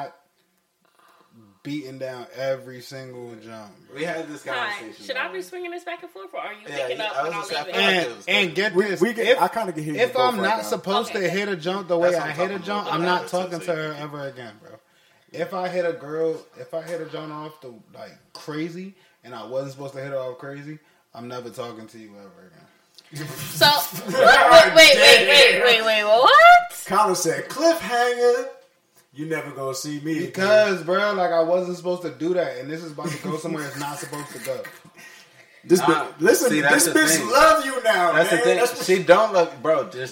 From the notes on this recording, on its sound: It was Memorial Day Weekend & the Pod decided to get together and throw the mics on. Please excuse any technical difficulties, as we recorded this without a camera crew.